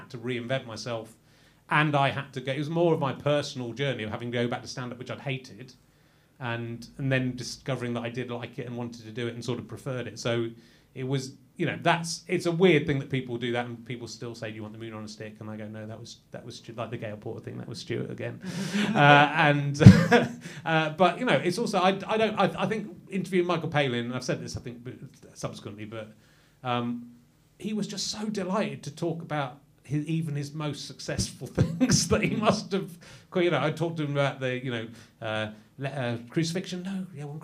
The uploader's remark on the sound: The first one since March in front of an audience. We're at the prestigious Bill Murray pub in North London.